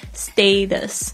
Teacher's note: ST 这个 T 后面就是放在 S 之后的这个 T 啊，都要变成浊音的 D，就变成的 status